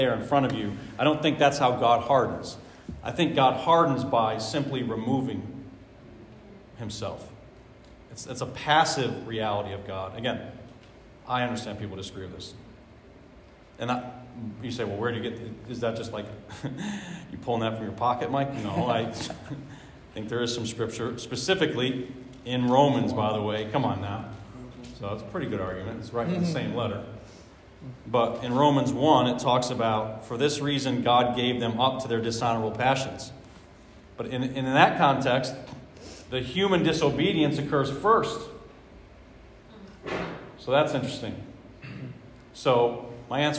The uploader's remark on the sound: answer questions live from the audience